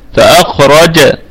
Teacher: فأخرج الكلمة كلها مرققة ما عدا الراء، فالراء مفخمة قولا واحدا وصلا ووقفا